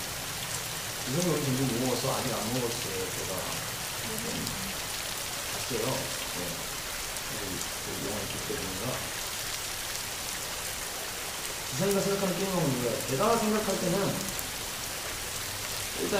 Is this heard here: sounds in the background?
yes